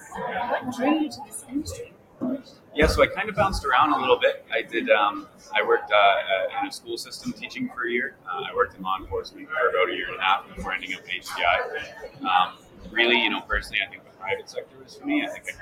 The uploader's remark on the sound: Live at the SIIA 2022 Engage Conference.